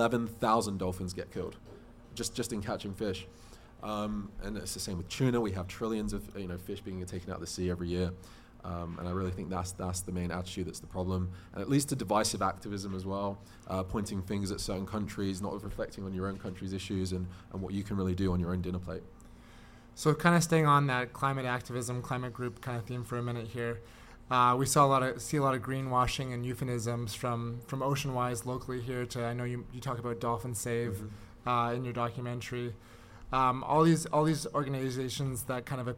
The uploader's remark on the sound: It was also recorded live with an audience as part of the Planted Expo weekend. This intimate dinner and conversation held at Vancouver's Nightshade restaurant.